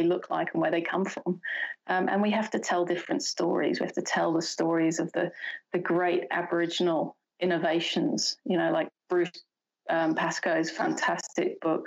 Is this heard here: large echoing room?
no